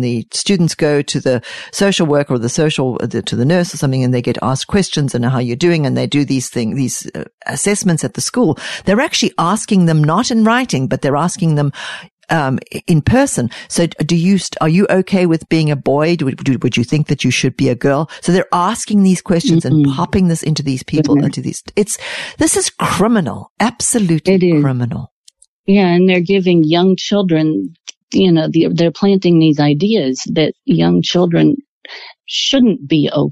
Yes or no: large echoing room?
no